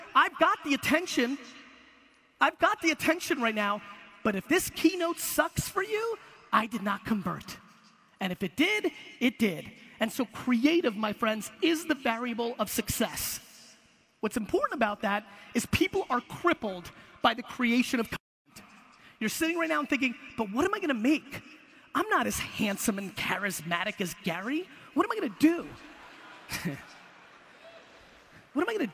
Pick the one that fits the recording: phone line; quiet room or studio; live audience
live audience